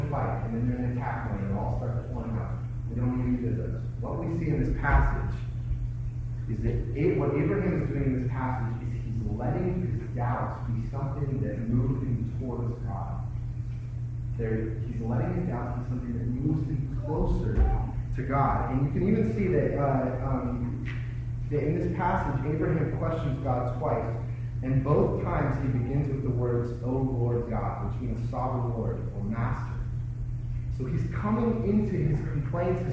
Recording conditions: poor sound quality